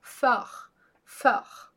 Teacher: antes de duas consoantes, a gente vai fazer o som de ó